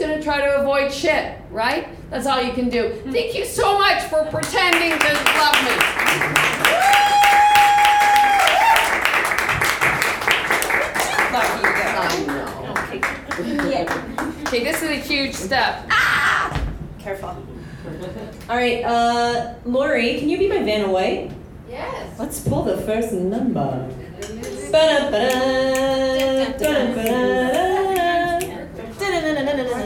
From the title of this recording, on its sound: Stories Like Crazy LIVE 2019